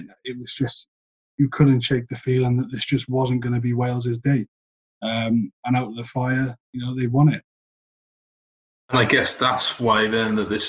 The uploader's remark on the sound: Also, apologies for any drop in sound quality. This was recorded over Zoom due to the current circumstances.